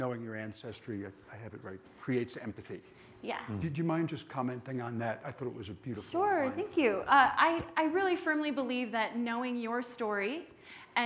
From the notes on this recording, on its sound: Following a screening of the SundanceTV & Ancestry short film Railroad Ties , a live panel discussion. In front of a live audience at the SundanceTV HQ on Main Street in Park City, UT during the 2019 Sundance Film Festival.